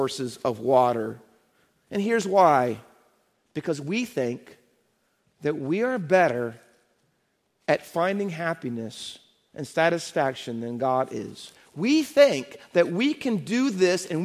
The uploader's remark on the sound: Faith Baptist Church in Hamilton, NJ.